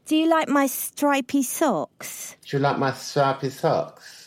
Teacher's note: affects the way that she says her S's. It makes them ever so slightly lispy. And she's got a slightly weak R as well.